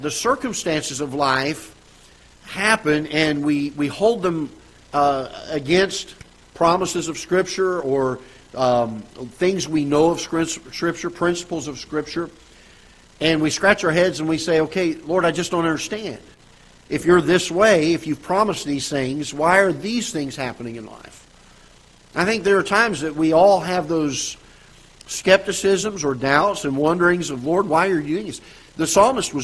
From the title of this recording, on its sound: Ketha Heights Baptist Church ~ Live Broadcast